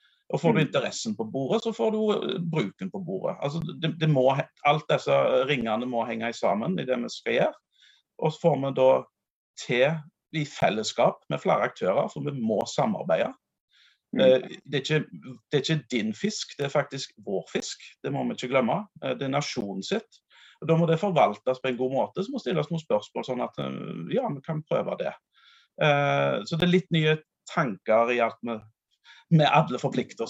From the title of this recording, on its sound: Live Zoom